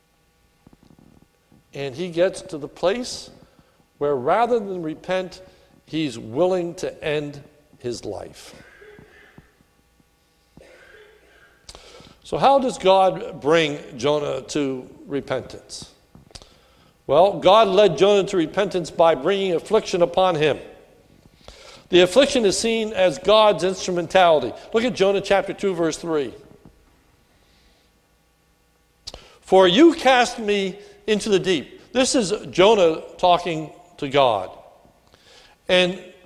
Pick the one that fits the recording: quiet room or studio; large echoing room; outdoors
large echoing room